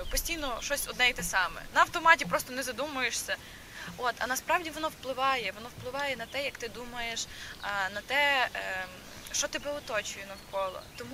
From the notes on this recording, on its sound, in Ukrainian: Тільки уявіть собі, червень, 5 ранку і група людей неподалік Дальнього пляжу у Тернополі записує подкаст на тему “Якість життя”. Одразу вибачаємось за те, що в нашому випуску трохи не якісний звук.